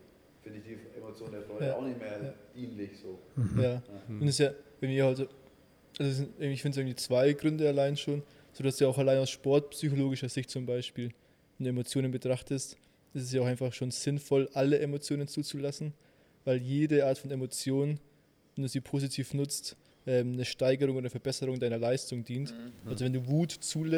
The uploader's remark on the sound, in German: Exklusive Tonaufnahmen von der Nürnberger Relegation gibt’s oben drauf.